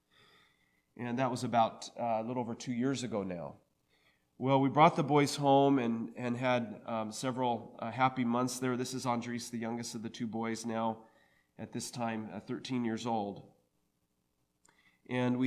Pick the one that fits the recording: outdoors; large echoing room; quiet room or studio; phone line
large echoing room